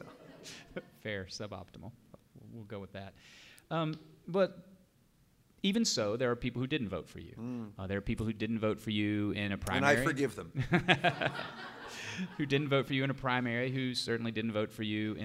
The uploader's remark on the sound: Recorded live in front of an audience of Just City supporters at Crosstown Concourse.